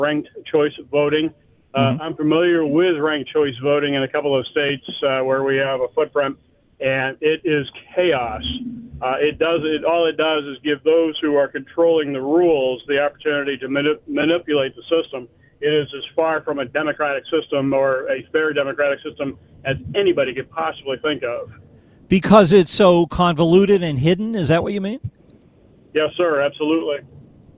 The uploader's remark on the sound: take phone calls